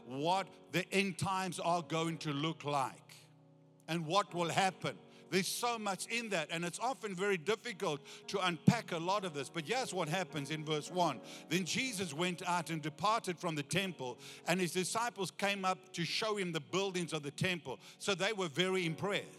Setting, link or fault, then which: setting, large echoing room